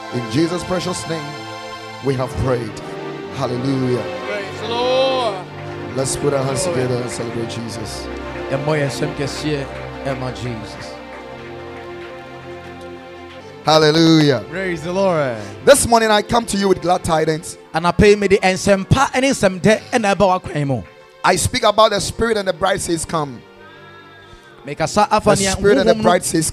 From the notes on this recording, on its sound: Preached at Ekklesia Chapel